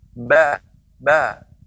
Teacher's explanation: nun ba ba nggak akan bisa ya berbeda dengan huruf ba kita tutup hidung kita ba ba ya masih bisa kita mengucapkannya